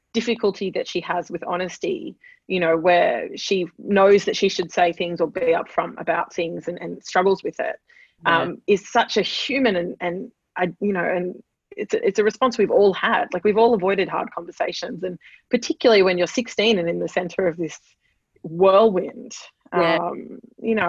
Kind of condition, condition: link, video call